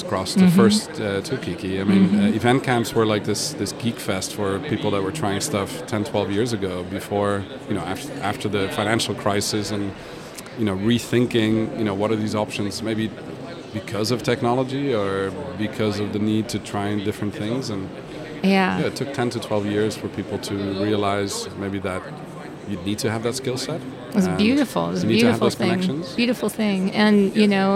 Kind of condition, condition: setting, busy venue